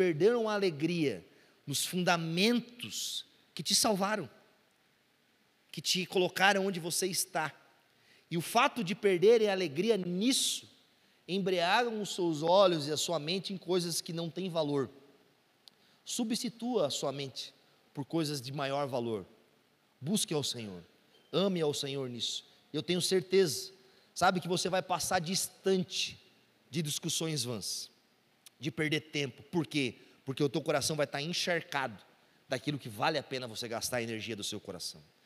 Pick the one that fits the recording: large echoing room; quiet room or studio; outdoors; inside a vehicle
large echoing room